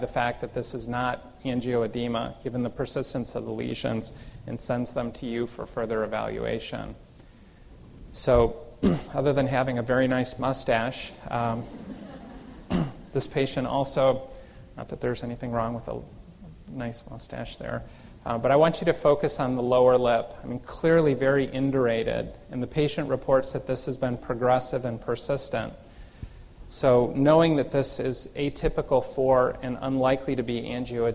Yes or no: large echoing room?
yes